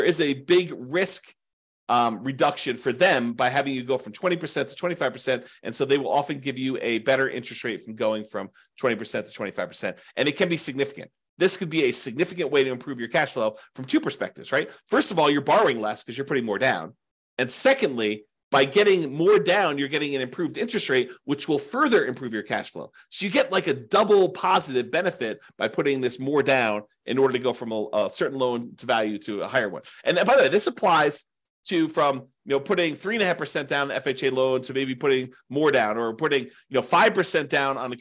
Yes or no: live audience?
no